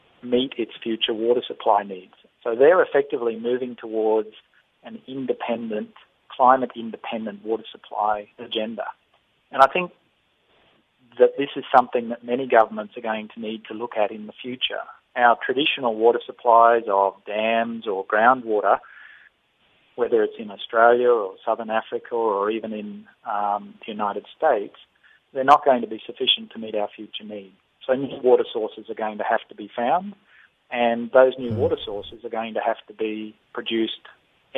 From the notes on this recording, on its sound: we are joined on the line